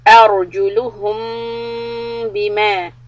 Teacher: the ra has the sukun preceded by fatha, it's heavy